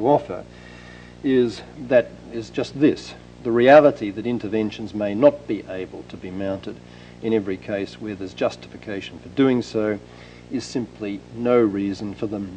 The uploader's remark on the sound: 2002 Lecture at Stanford